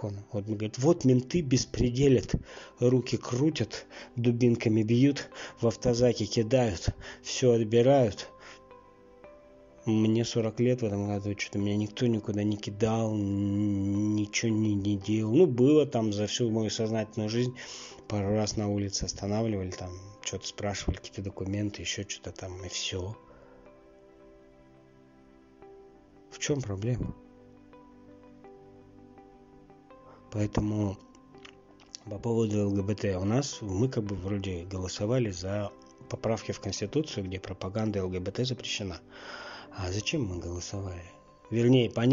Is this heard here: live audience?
no